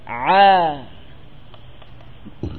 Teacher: Ain posisi keluarnya adalah atau tempat keluarnya adalah wasatul halq. Ya, ini tengah tenggorokan. Di mana tepatnya pada antara saluran pencernaan dengan saluran pernafasan, yang di situ ada lisanul mizmar. · Term: huruf Ain